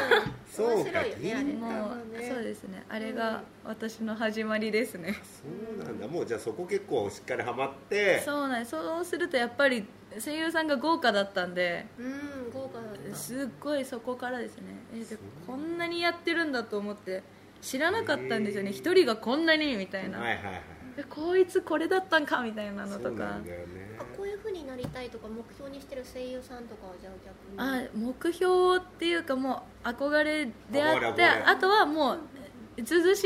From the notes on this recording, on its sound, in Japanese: LIVE前にこっそりと会場で収録した回です